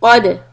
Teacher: Qaf heavy, dal, soft but with a qalqala.